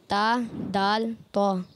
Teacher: जुबान का सिरा और ऊपर के दांतों के जड़ों से अदा होता है, या अंदरूनी किनारों से, जड़ों से। · Term: हुरूफ़ नुत्रिया